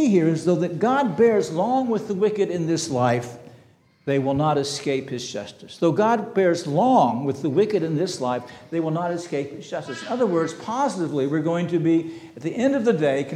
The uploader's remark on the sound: This sermon was preached on June 25, 2023 at Antioch Presbyterian Church. At Antioch Presbyterian Church, a mission work of Calvary Presbytery of the Presbyterian Church in America located in Woodruff, South Carolina.